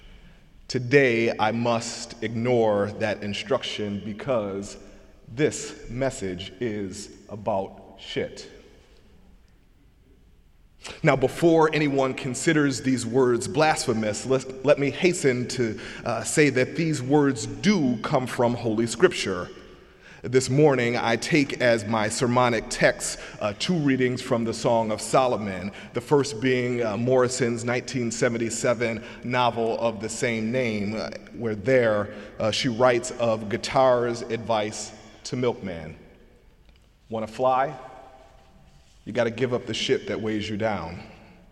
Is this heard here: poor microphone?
no